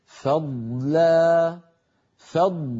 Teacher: فعلينا أن نخلص صوت الضاد من صوت اللام وكذلك في الكلمة الثانية صوت الضاد من صوت التاء هكذا فضلا